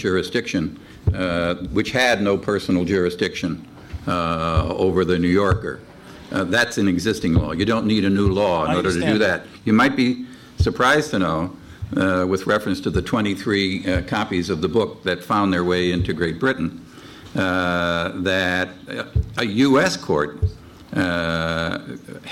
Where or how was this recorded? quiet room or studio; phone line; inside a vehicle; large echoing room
large echoing room